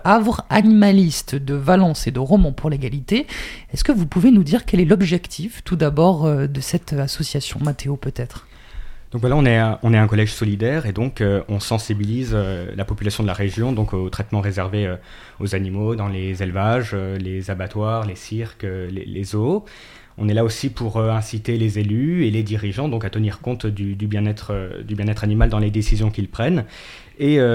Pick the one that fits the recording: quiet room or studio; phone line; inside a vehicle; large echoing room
quiet room or studio